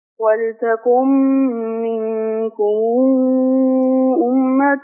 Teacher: ميم جمع لما يجي وراها همزة هعمل لها صلة كده واو لفظية ست حركات